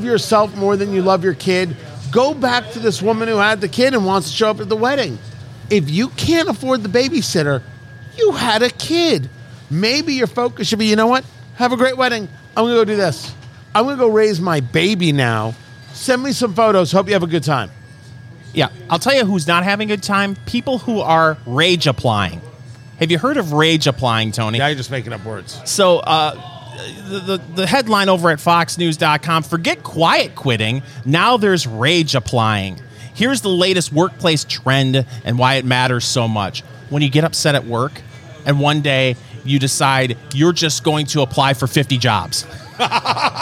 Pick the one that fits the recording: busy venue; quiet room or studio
busy venue